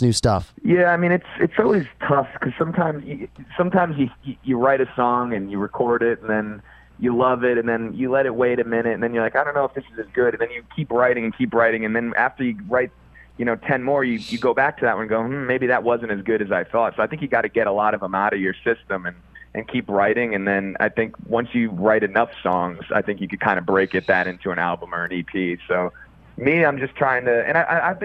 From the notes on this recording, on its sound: Called in to the radio show recently, ahead of a show he played at Toad's Place in New Haven.